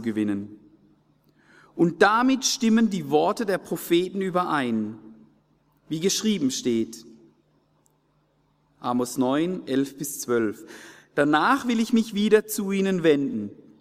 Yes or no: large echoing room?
yes